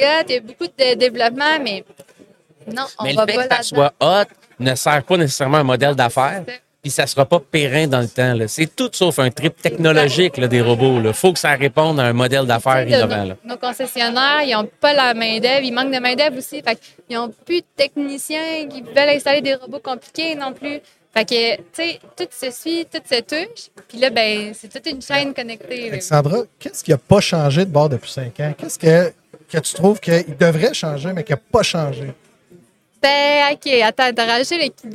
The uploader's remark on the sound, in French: En direct du Transal Saguenay